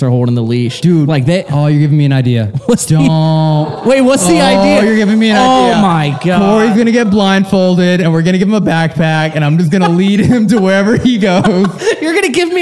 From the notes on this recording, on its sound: This episode was filmed in front of a live audience at the haunted Whaley House in San Diego on August 10, 2022. We hear true stories of past hauntings from our audience.